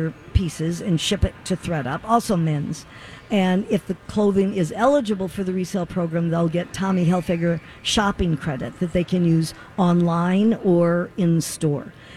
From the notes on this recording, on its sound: Live at the Rosedale Mall! Broadcast live from the Rosedale Center in Roseville!